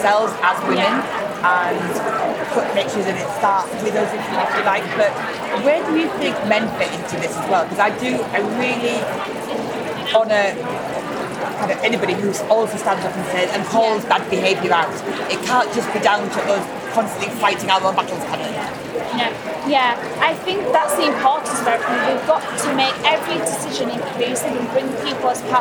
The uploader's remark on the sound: This series was recorded at CHS Leeds , a tradeshow for the Meeting and Events industry. This series was recorded at CHS Leeds , a tradeshow for the Meeting and Events industry.